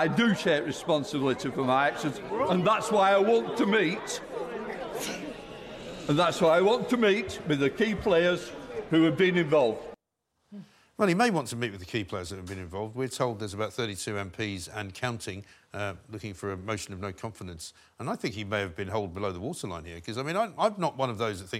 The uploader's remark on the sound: live from the Central Lobby